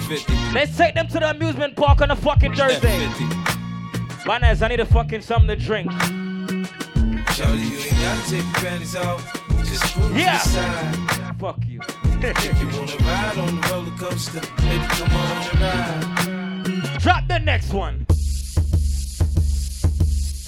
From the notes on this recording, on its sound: LIVE AUDIO FROM BOTTLES AND BADDIES THURSDAY NYC